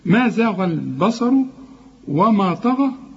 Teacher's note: الطاء والغين هم المفخمين، وكمان المد بتاع الغين طغى مفخم برضه